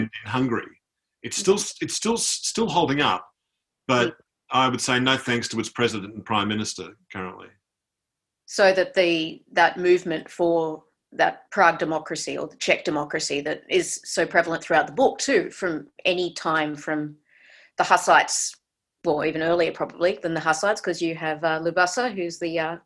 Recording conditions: video call